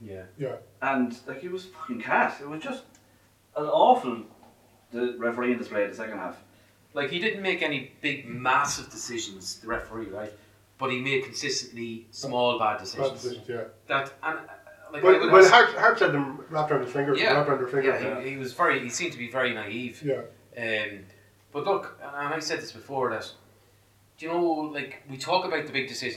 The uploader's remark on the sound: Return to record episode 37 in person, in the flesh, in a single space! This has lead to a reduction in audio quality.